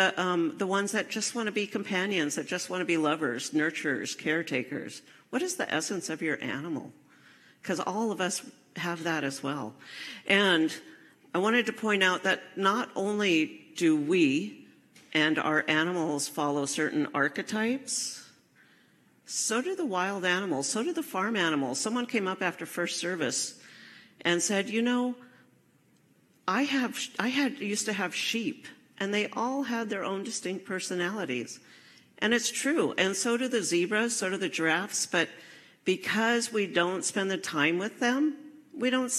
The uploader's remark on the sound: Enjoy this recording from my live service at CSL Seattle in September 2023.